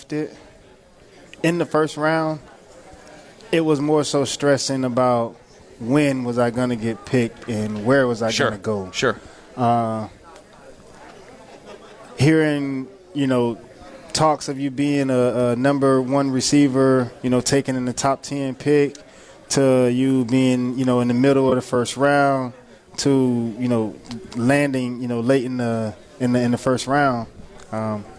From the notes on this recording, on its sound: live from the Palm Beach Kennel Club